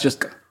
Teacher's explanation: you don't need to rearticulate the second K · Term: long K